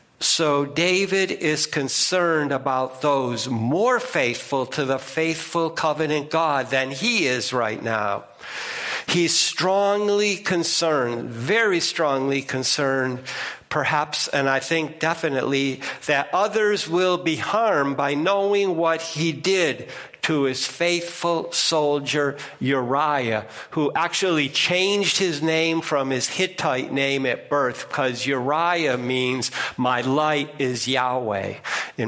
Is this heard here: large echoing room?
yes